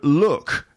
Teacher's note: that k at the end of look. It's more like a kh sound. · That's a feature of Scouse English, that kh for K sounds, especially at the end of words.